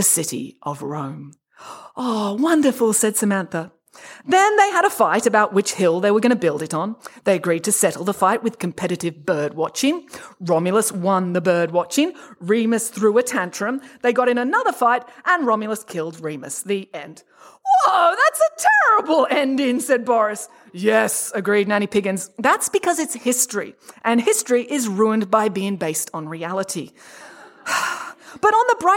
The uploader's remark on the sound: This episode was recorded live on stage at the Riverside Theatre in Parramatta, Sydney.